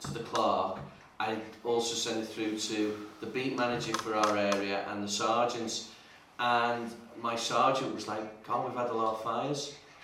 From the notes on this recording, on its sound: Audio recording of Frodsham Town Council Meeting 3 held on 26 September 2022